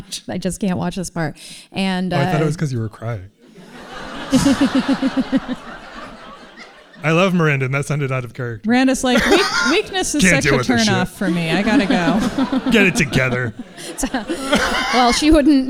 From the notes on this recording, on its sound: LIVE ON STAGE AT THE GATEWAY THEATER IN SAN FRANCISCO